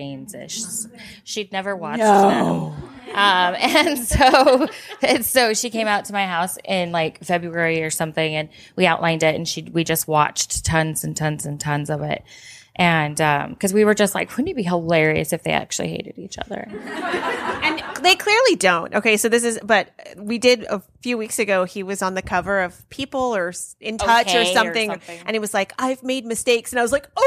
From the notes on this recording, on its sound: Live at One More Page Books. From the DC stop on their book tour. At One More Page Books in Alexandria, VA! In front of a live and most excellent audience.